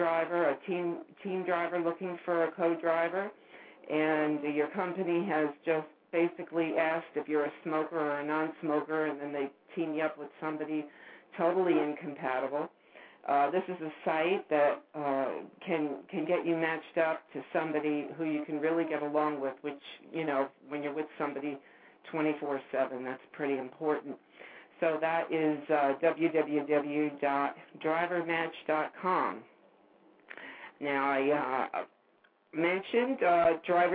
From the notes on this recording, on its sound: The phone lines are opened for the callers to decide what they want to talk about.